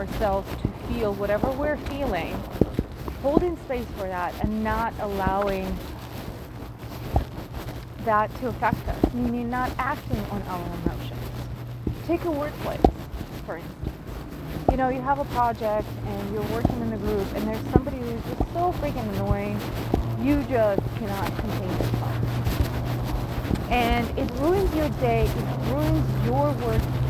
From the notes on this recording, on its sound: I'm nowhere near my recording equipment, so let's go on a walk together and have a chat!